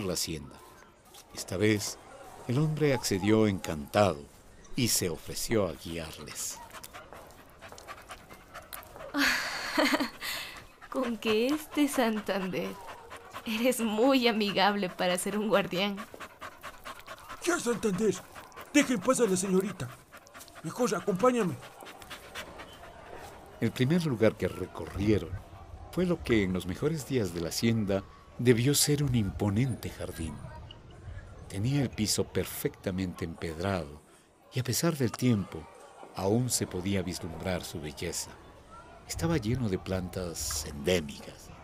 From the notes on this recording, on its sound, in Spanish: De fondo escucha el sonido del vapor de una locomotora.